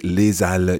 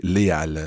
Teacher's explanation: it's an interesting word because it's an H aspiré that it starts with. · Shown in: second take